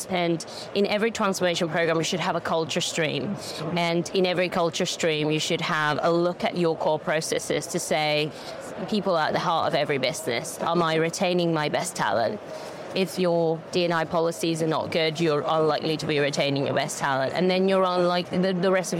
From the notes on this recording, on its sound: In this podcast episode live from FinTech Connect 2023